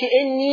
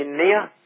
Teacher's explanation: ورش يفتح الياء، ما يقولش إني ويمدها بقى، يبقى يقولها إني · Shown in: second take · Term: ما فيش مد